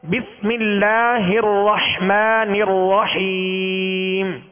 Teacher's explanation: تو را کو پر یعنی موٹا کریں گے مگر ہونٹوں کو گول نہیں کریں گے